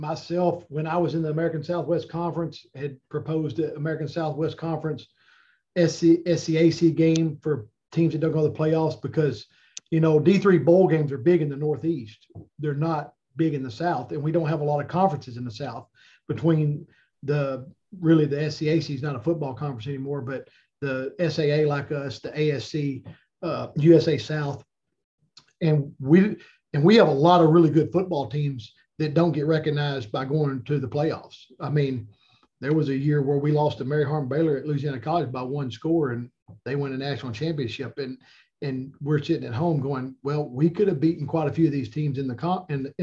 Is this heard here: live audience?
no